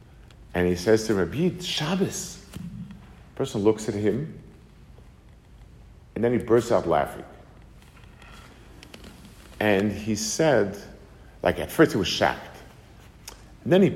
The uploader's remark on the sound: Delivered to the Kollel in Atlanta, GA